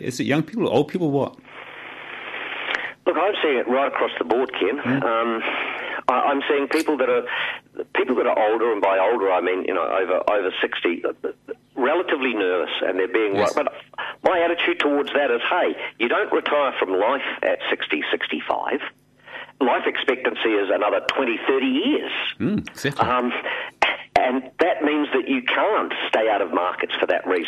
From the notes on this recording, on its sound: calls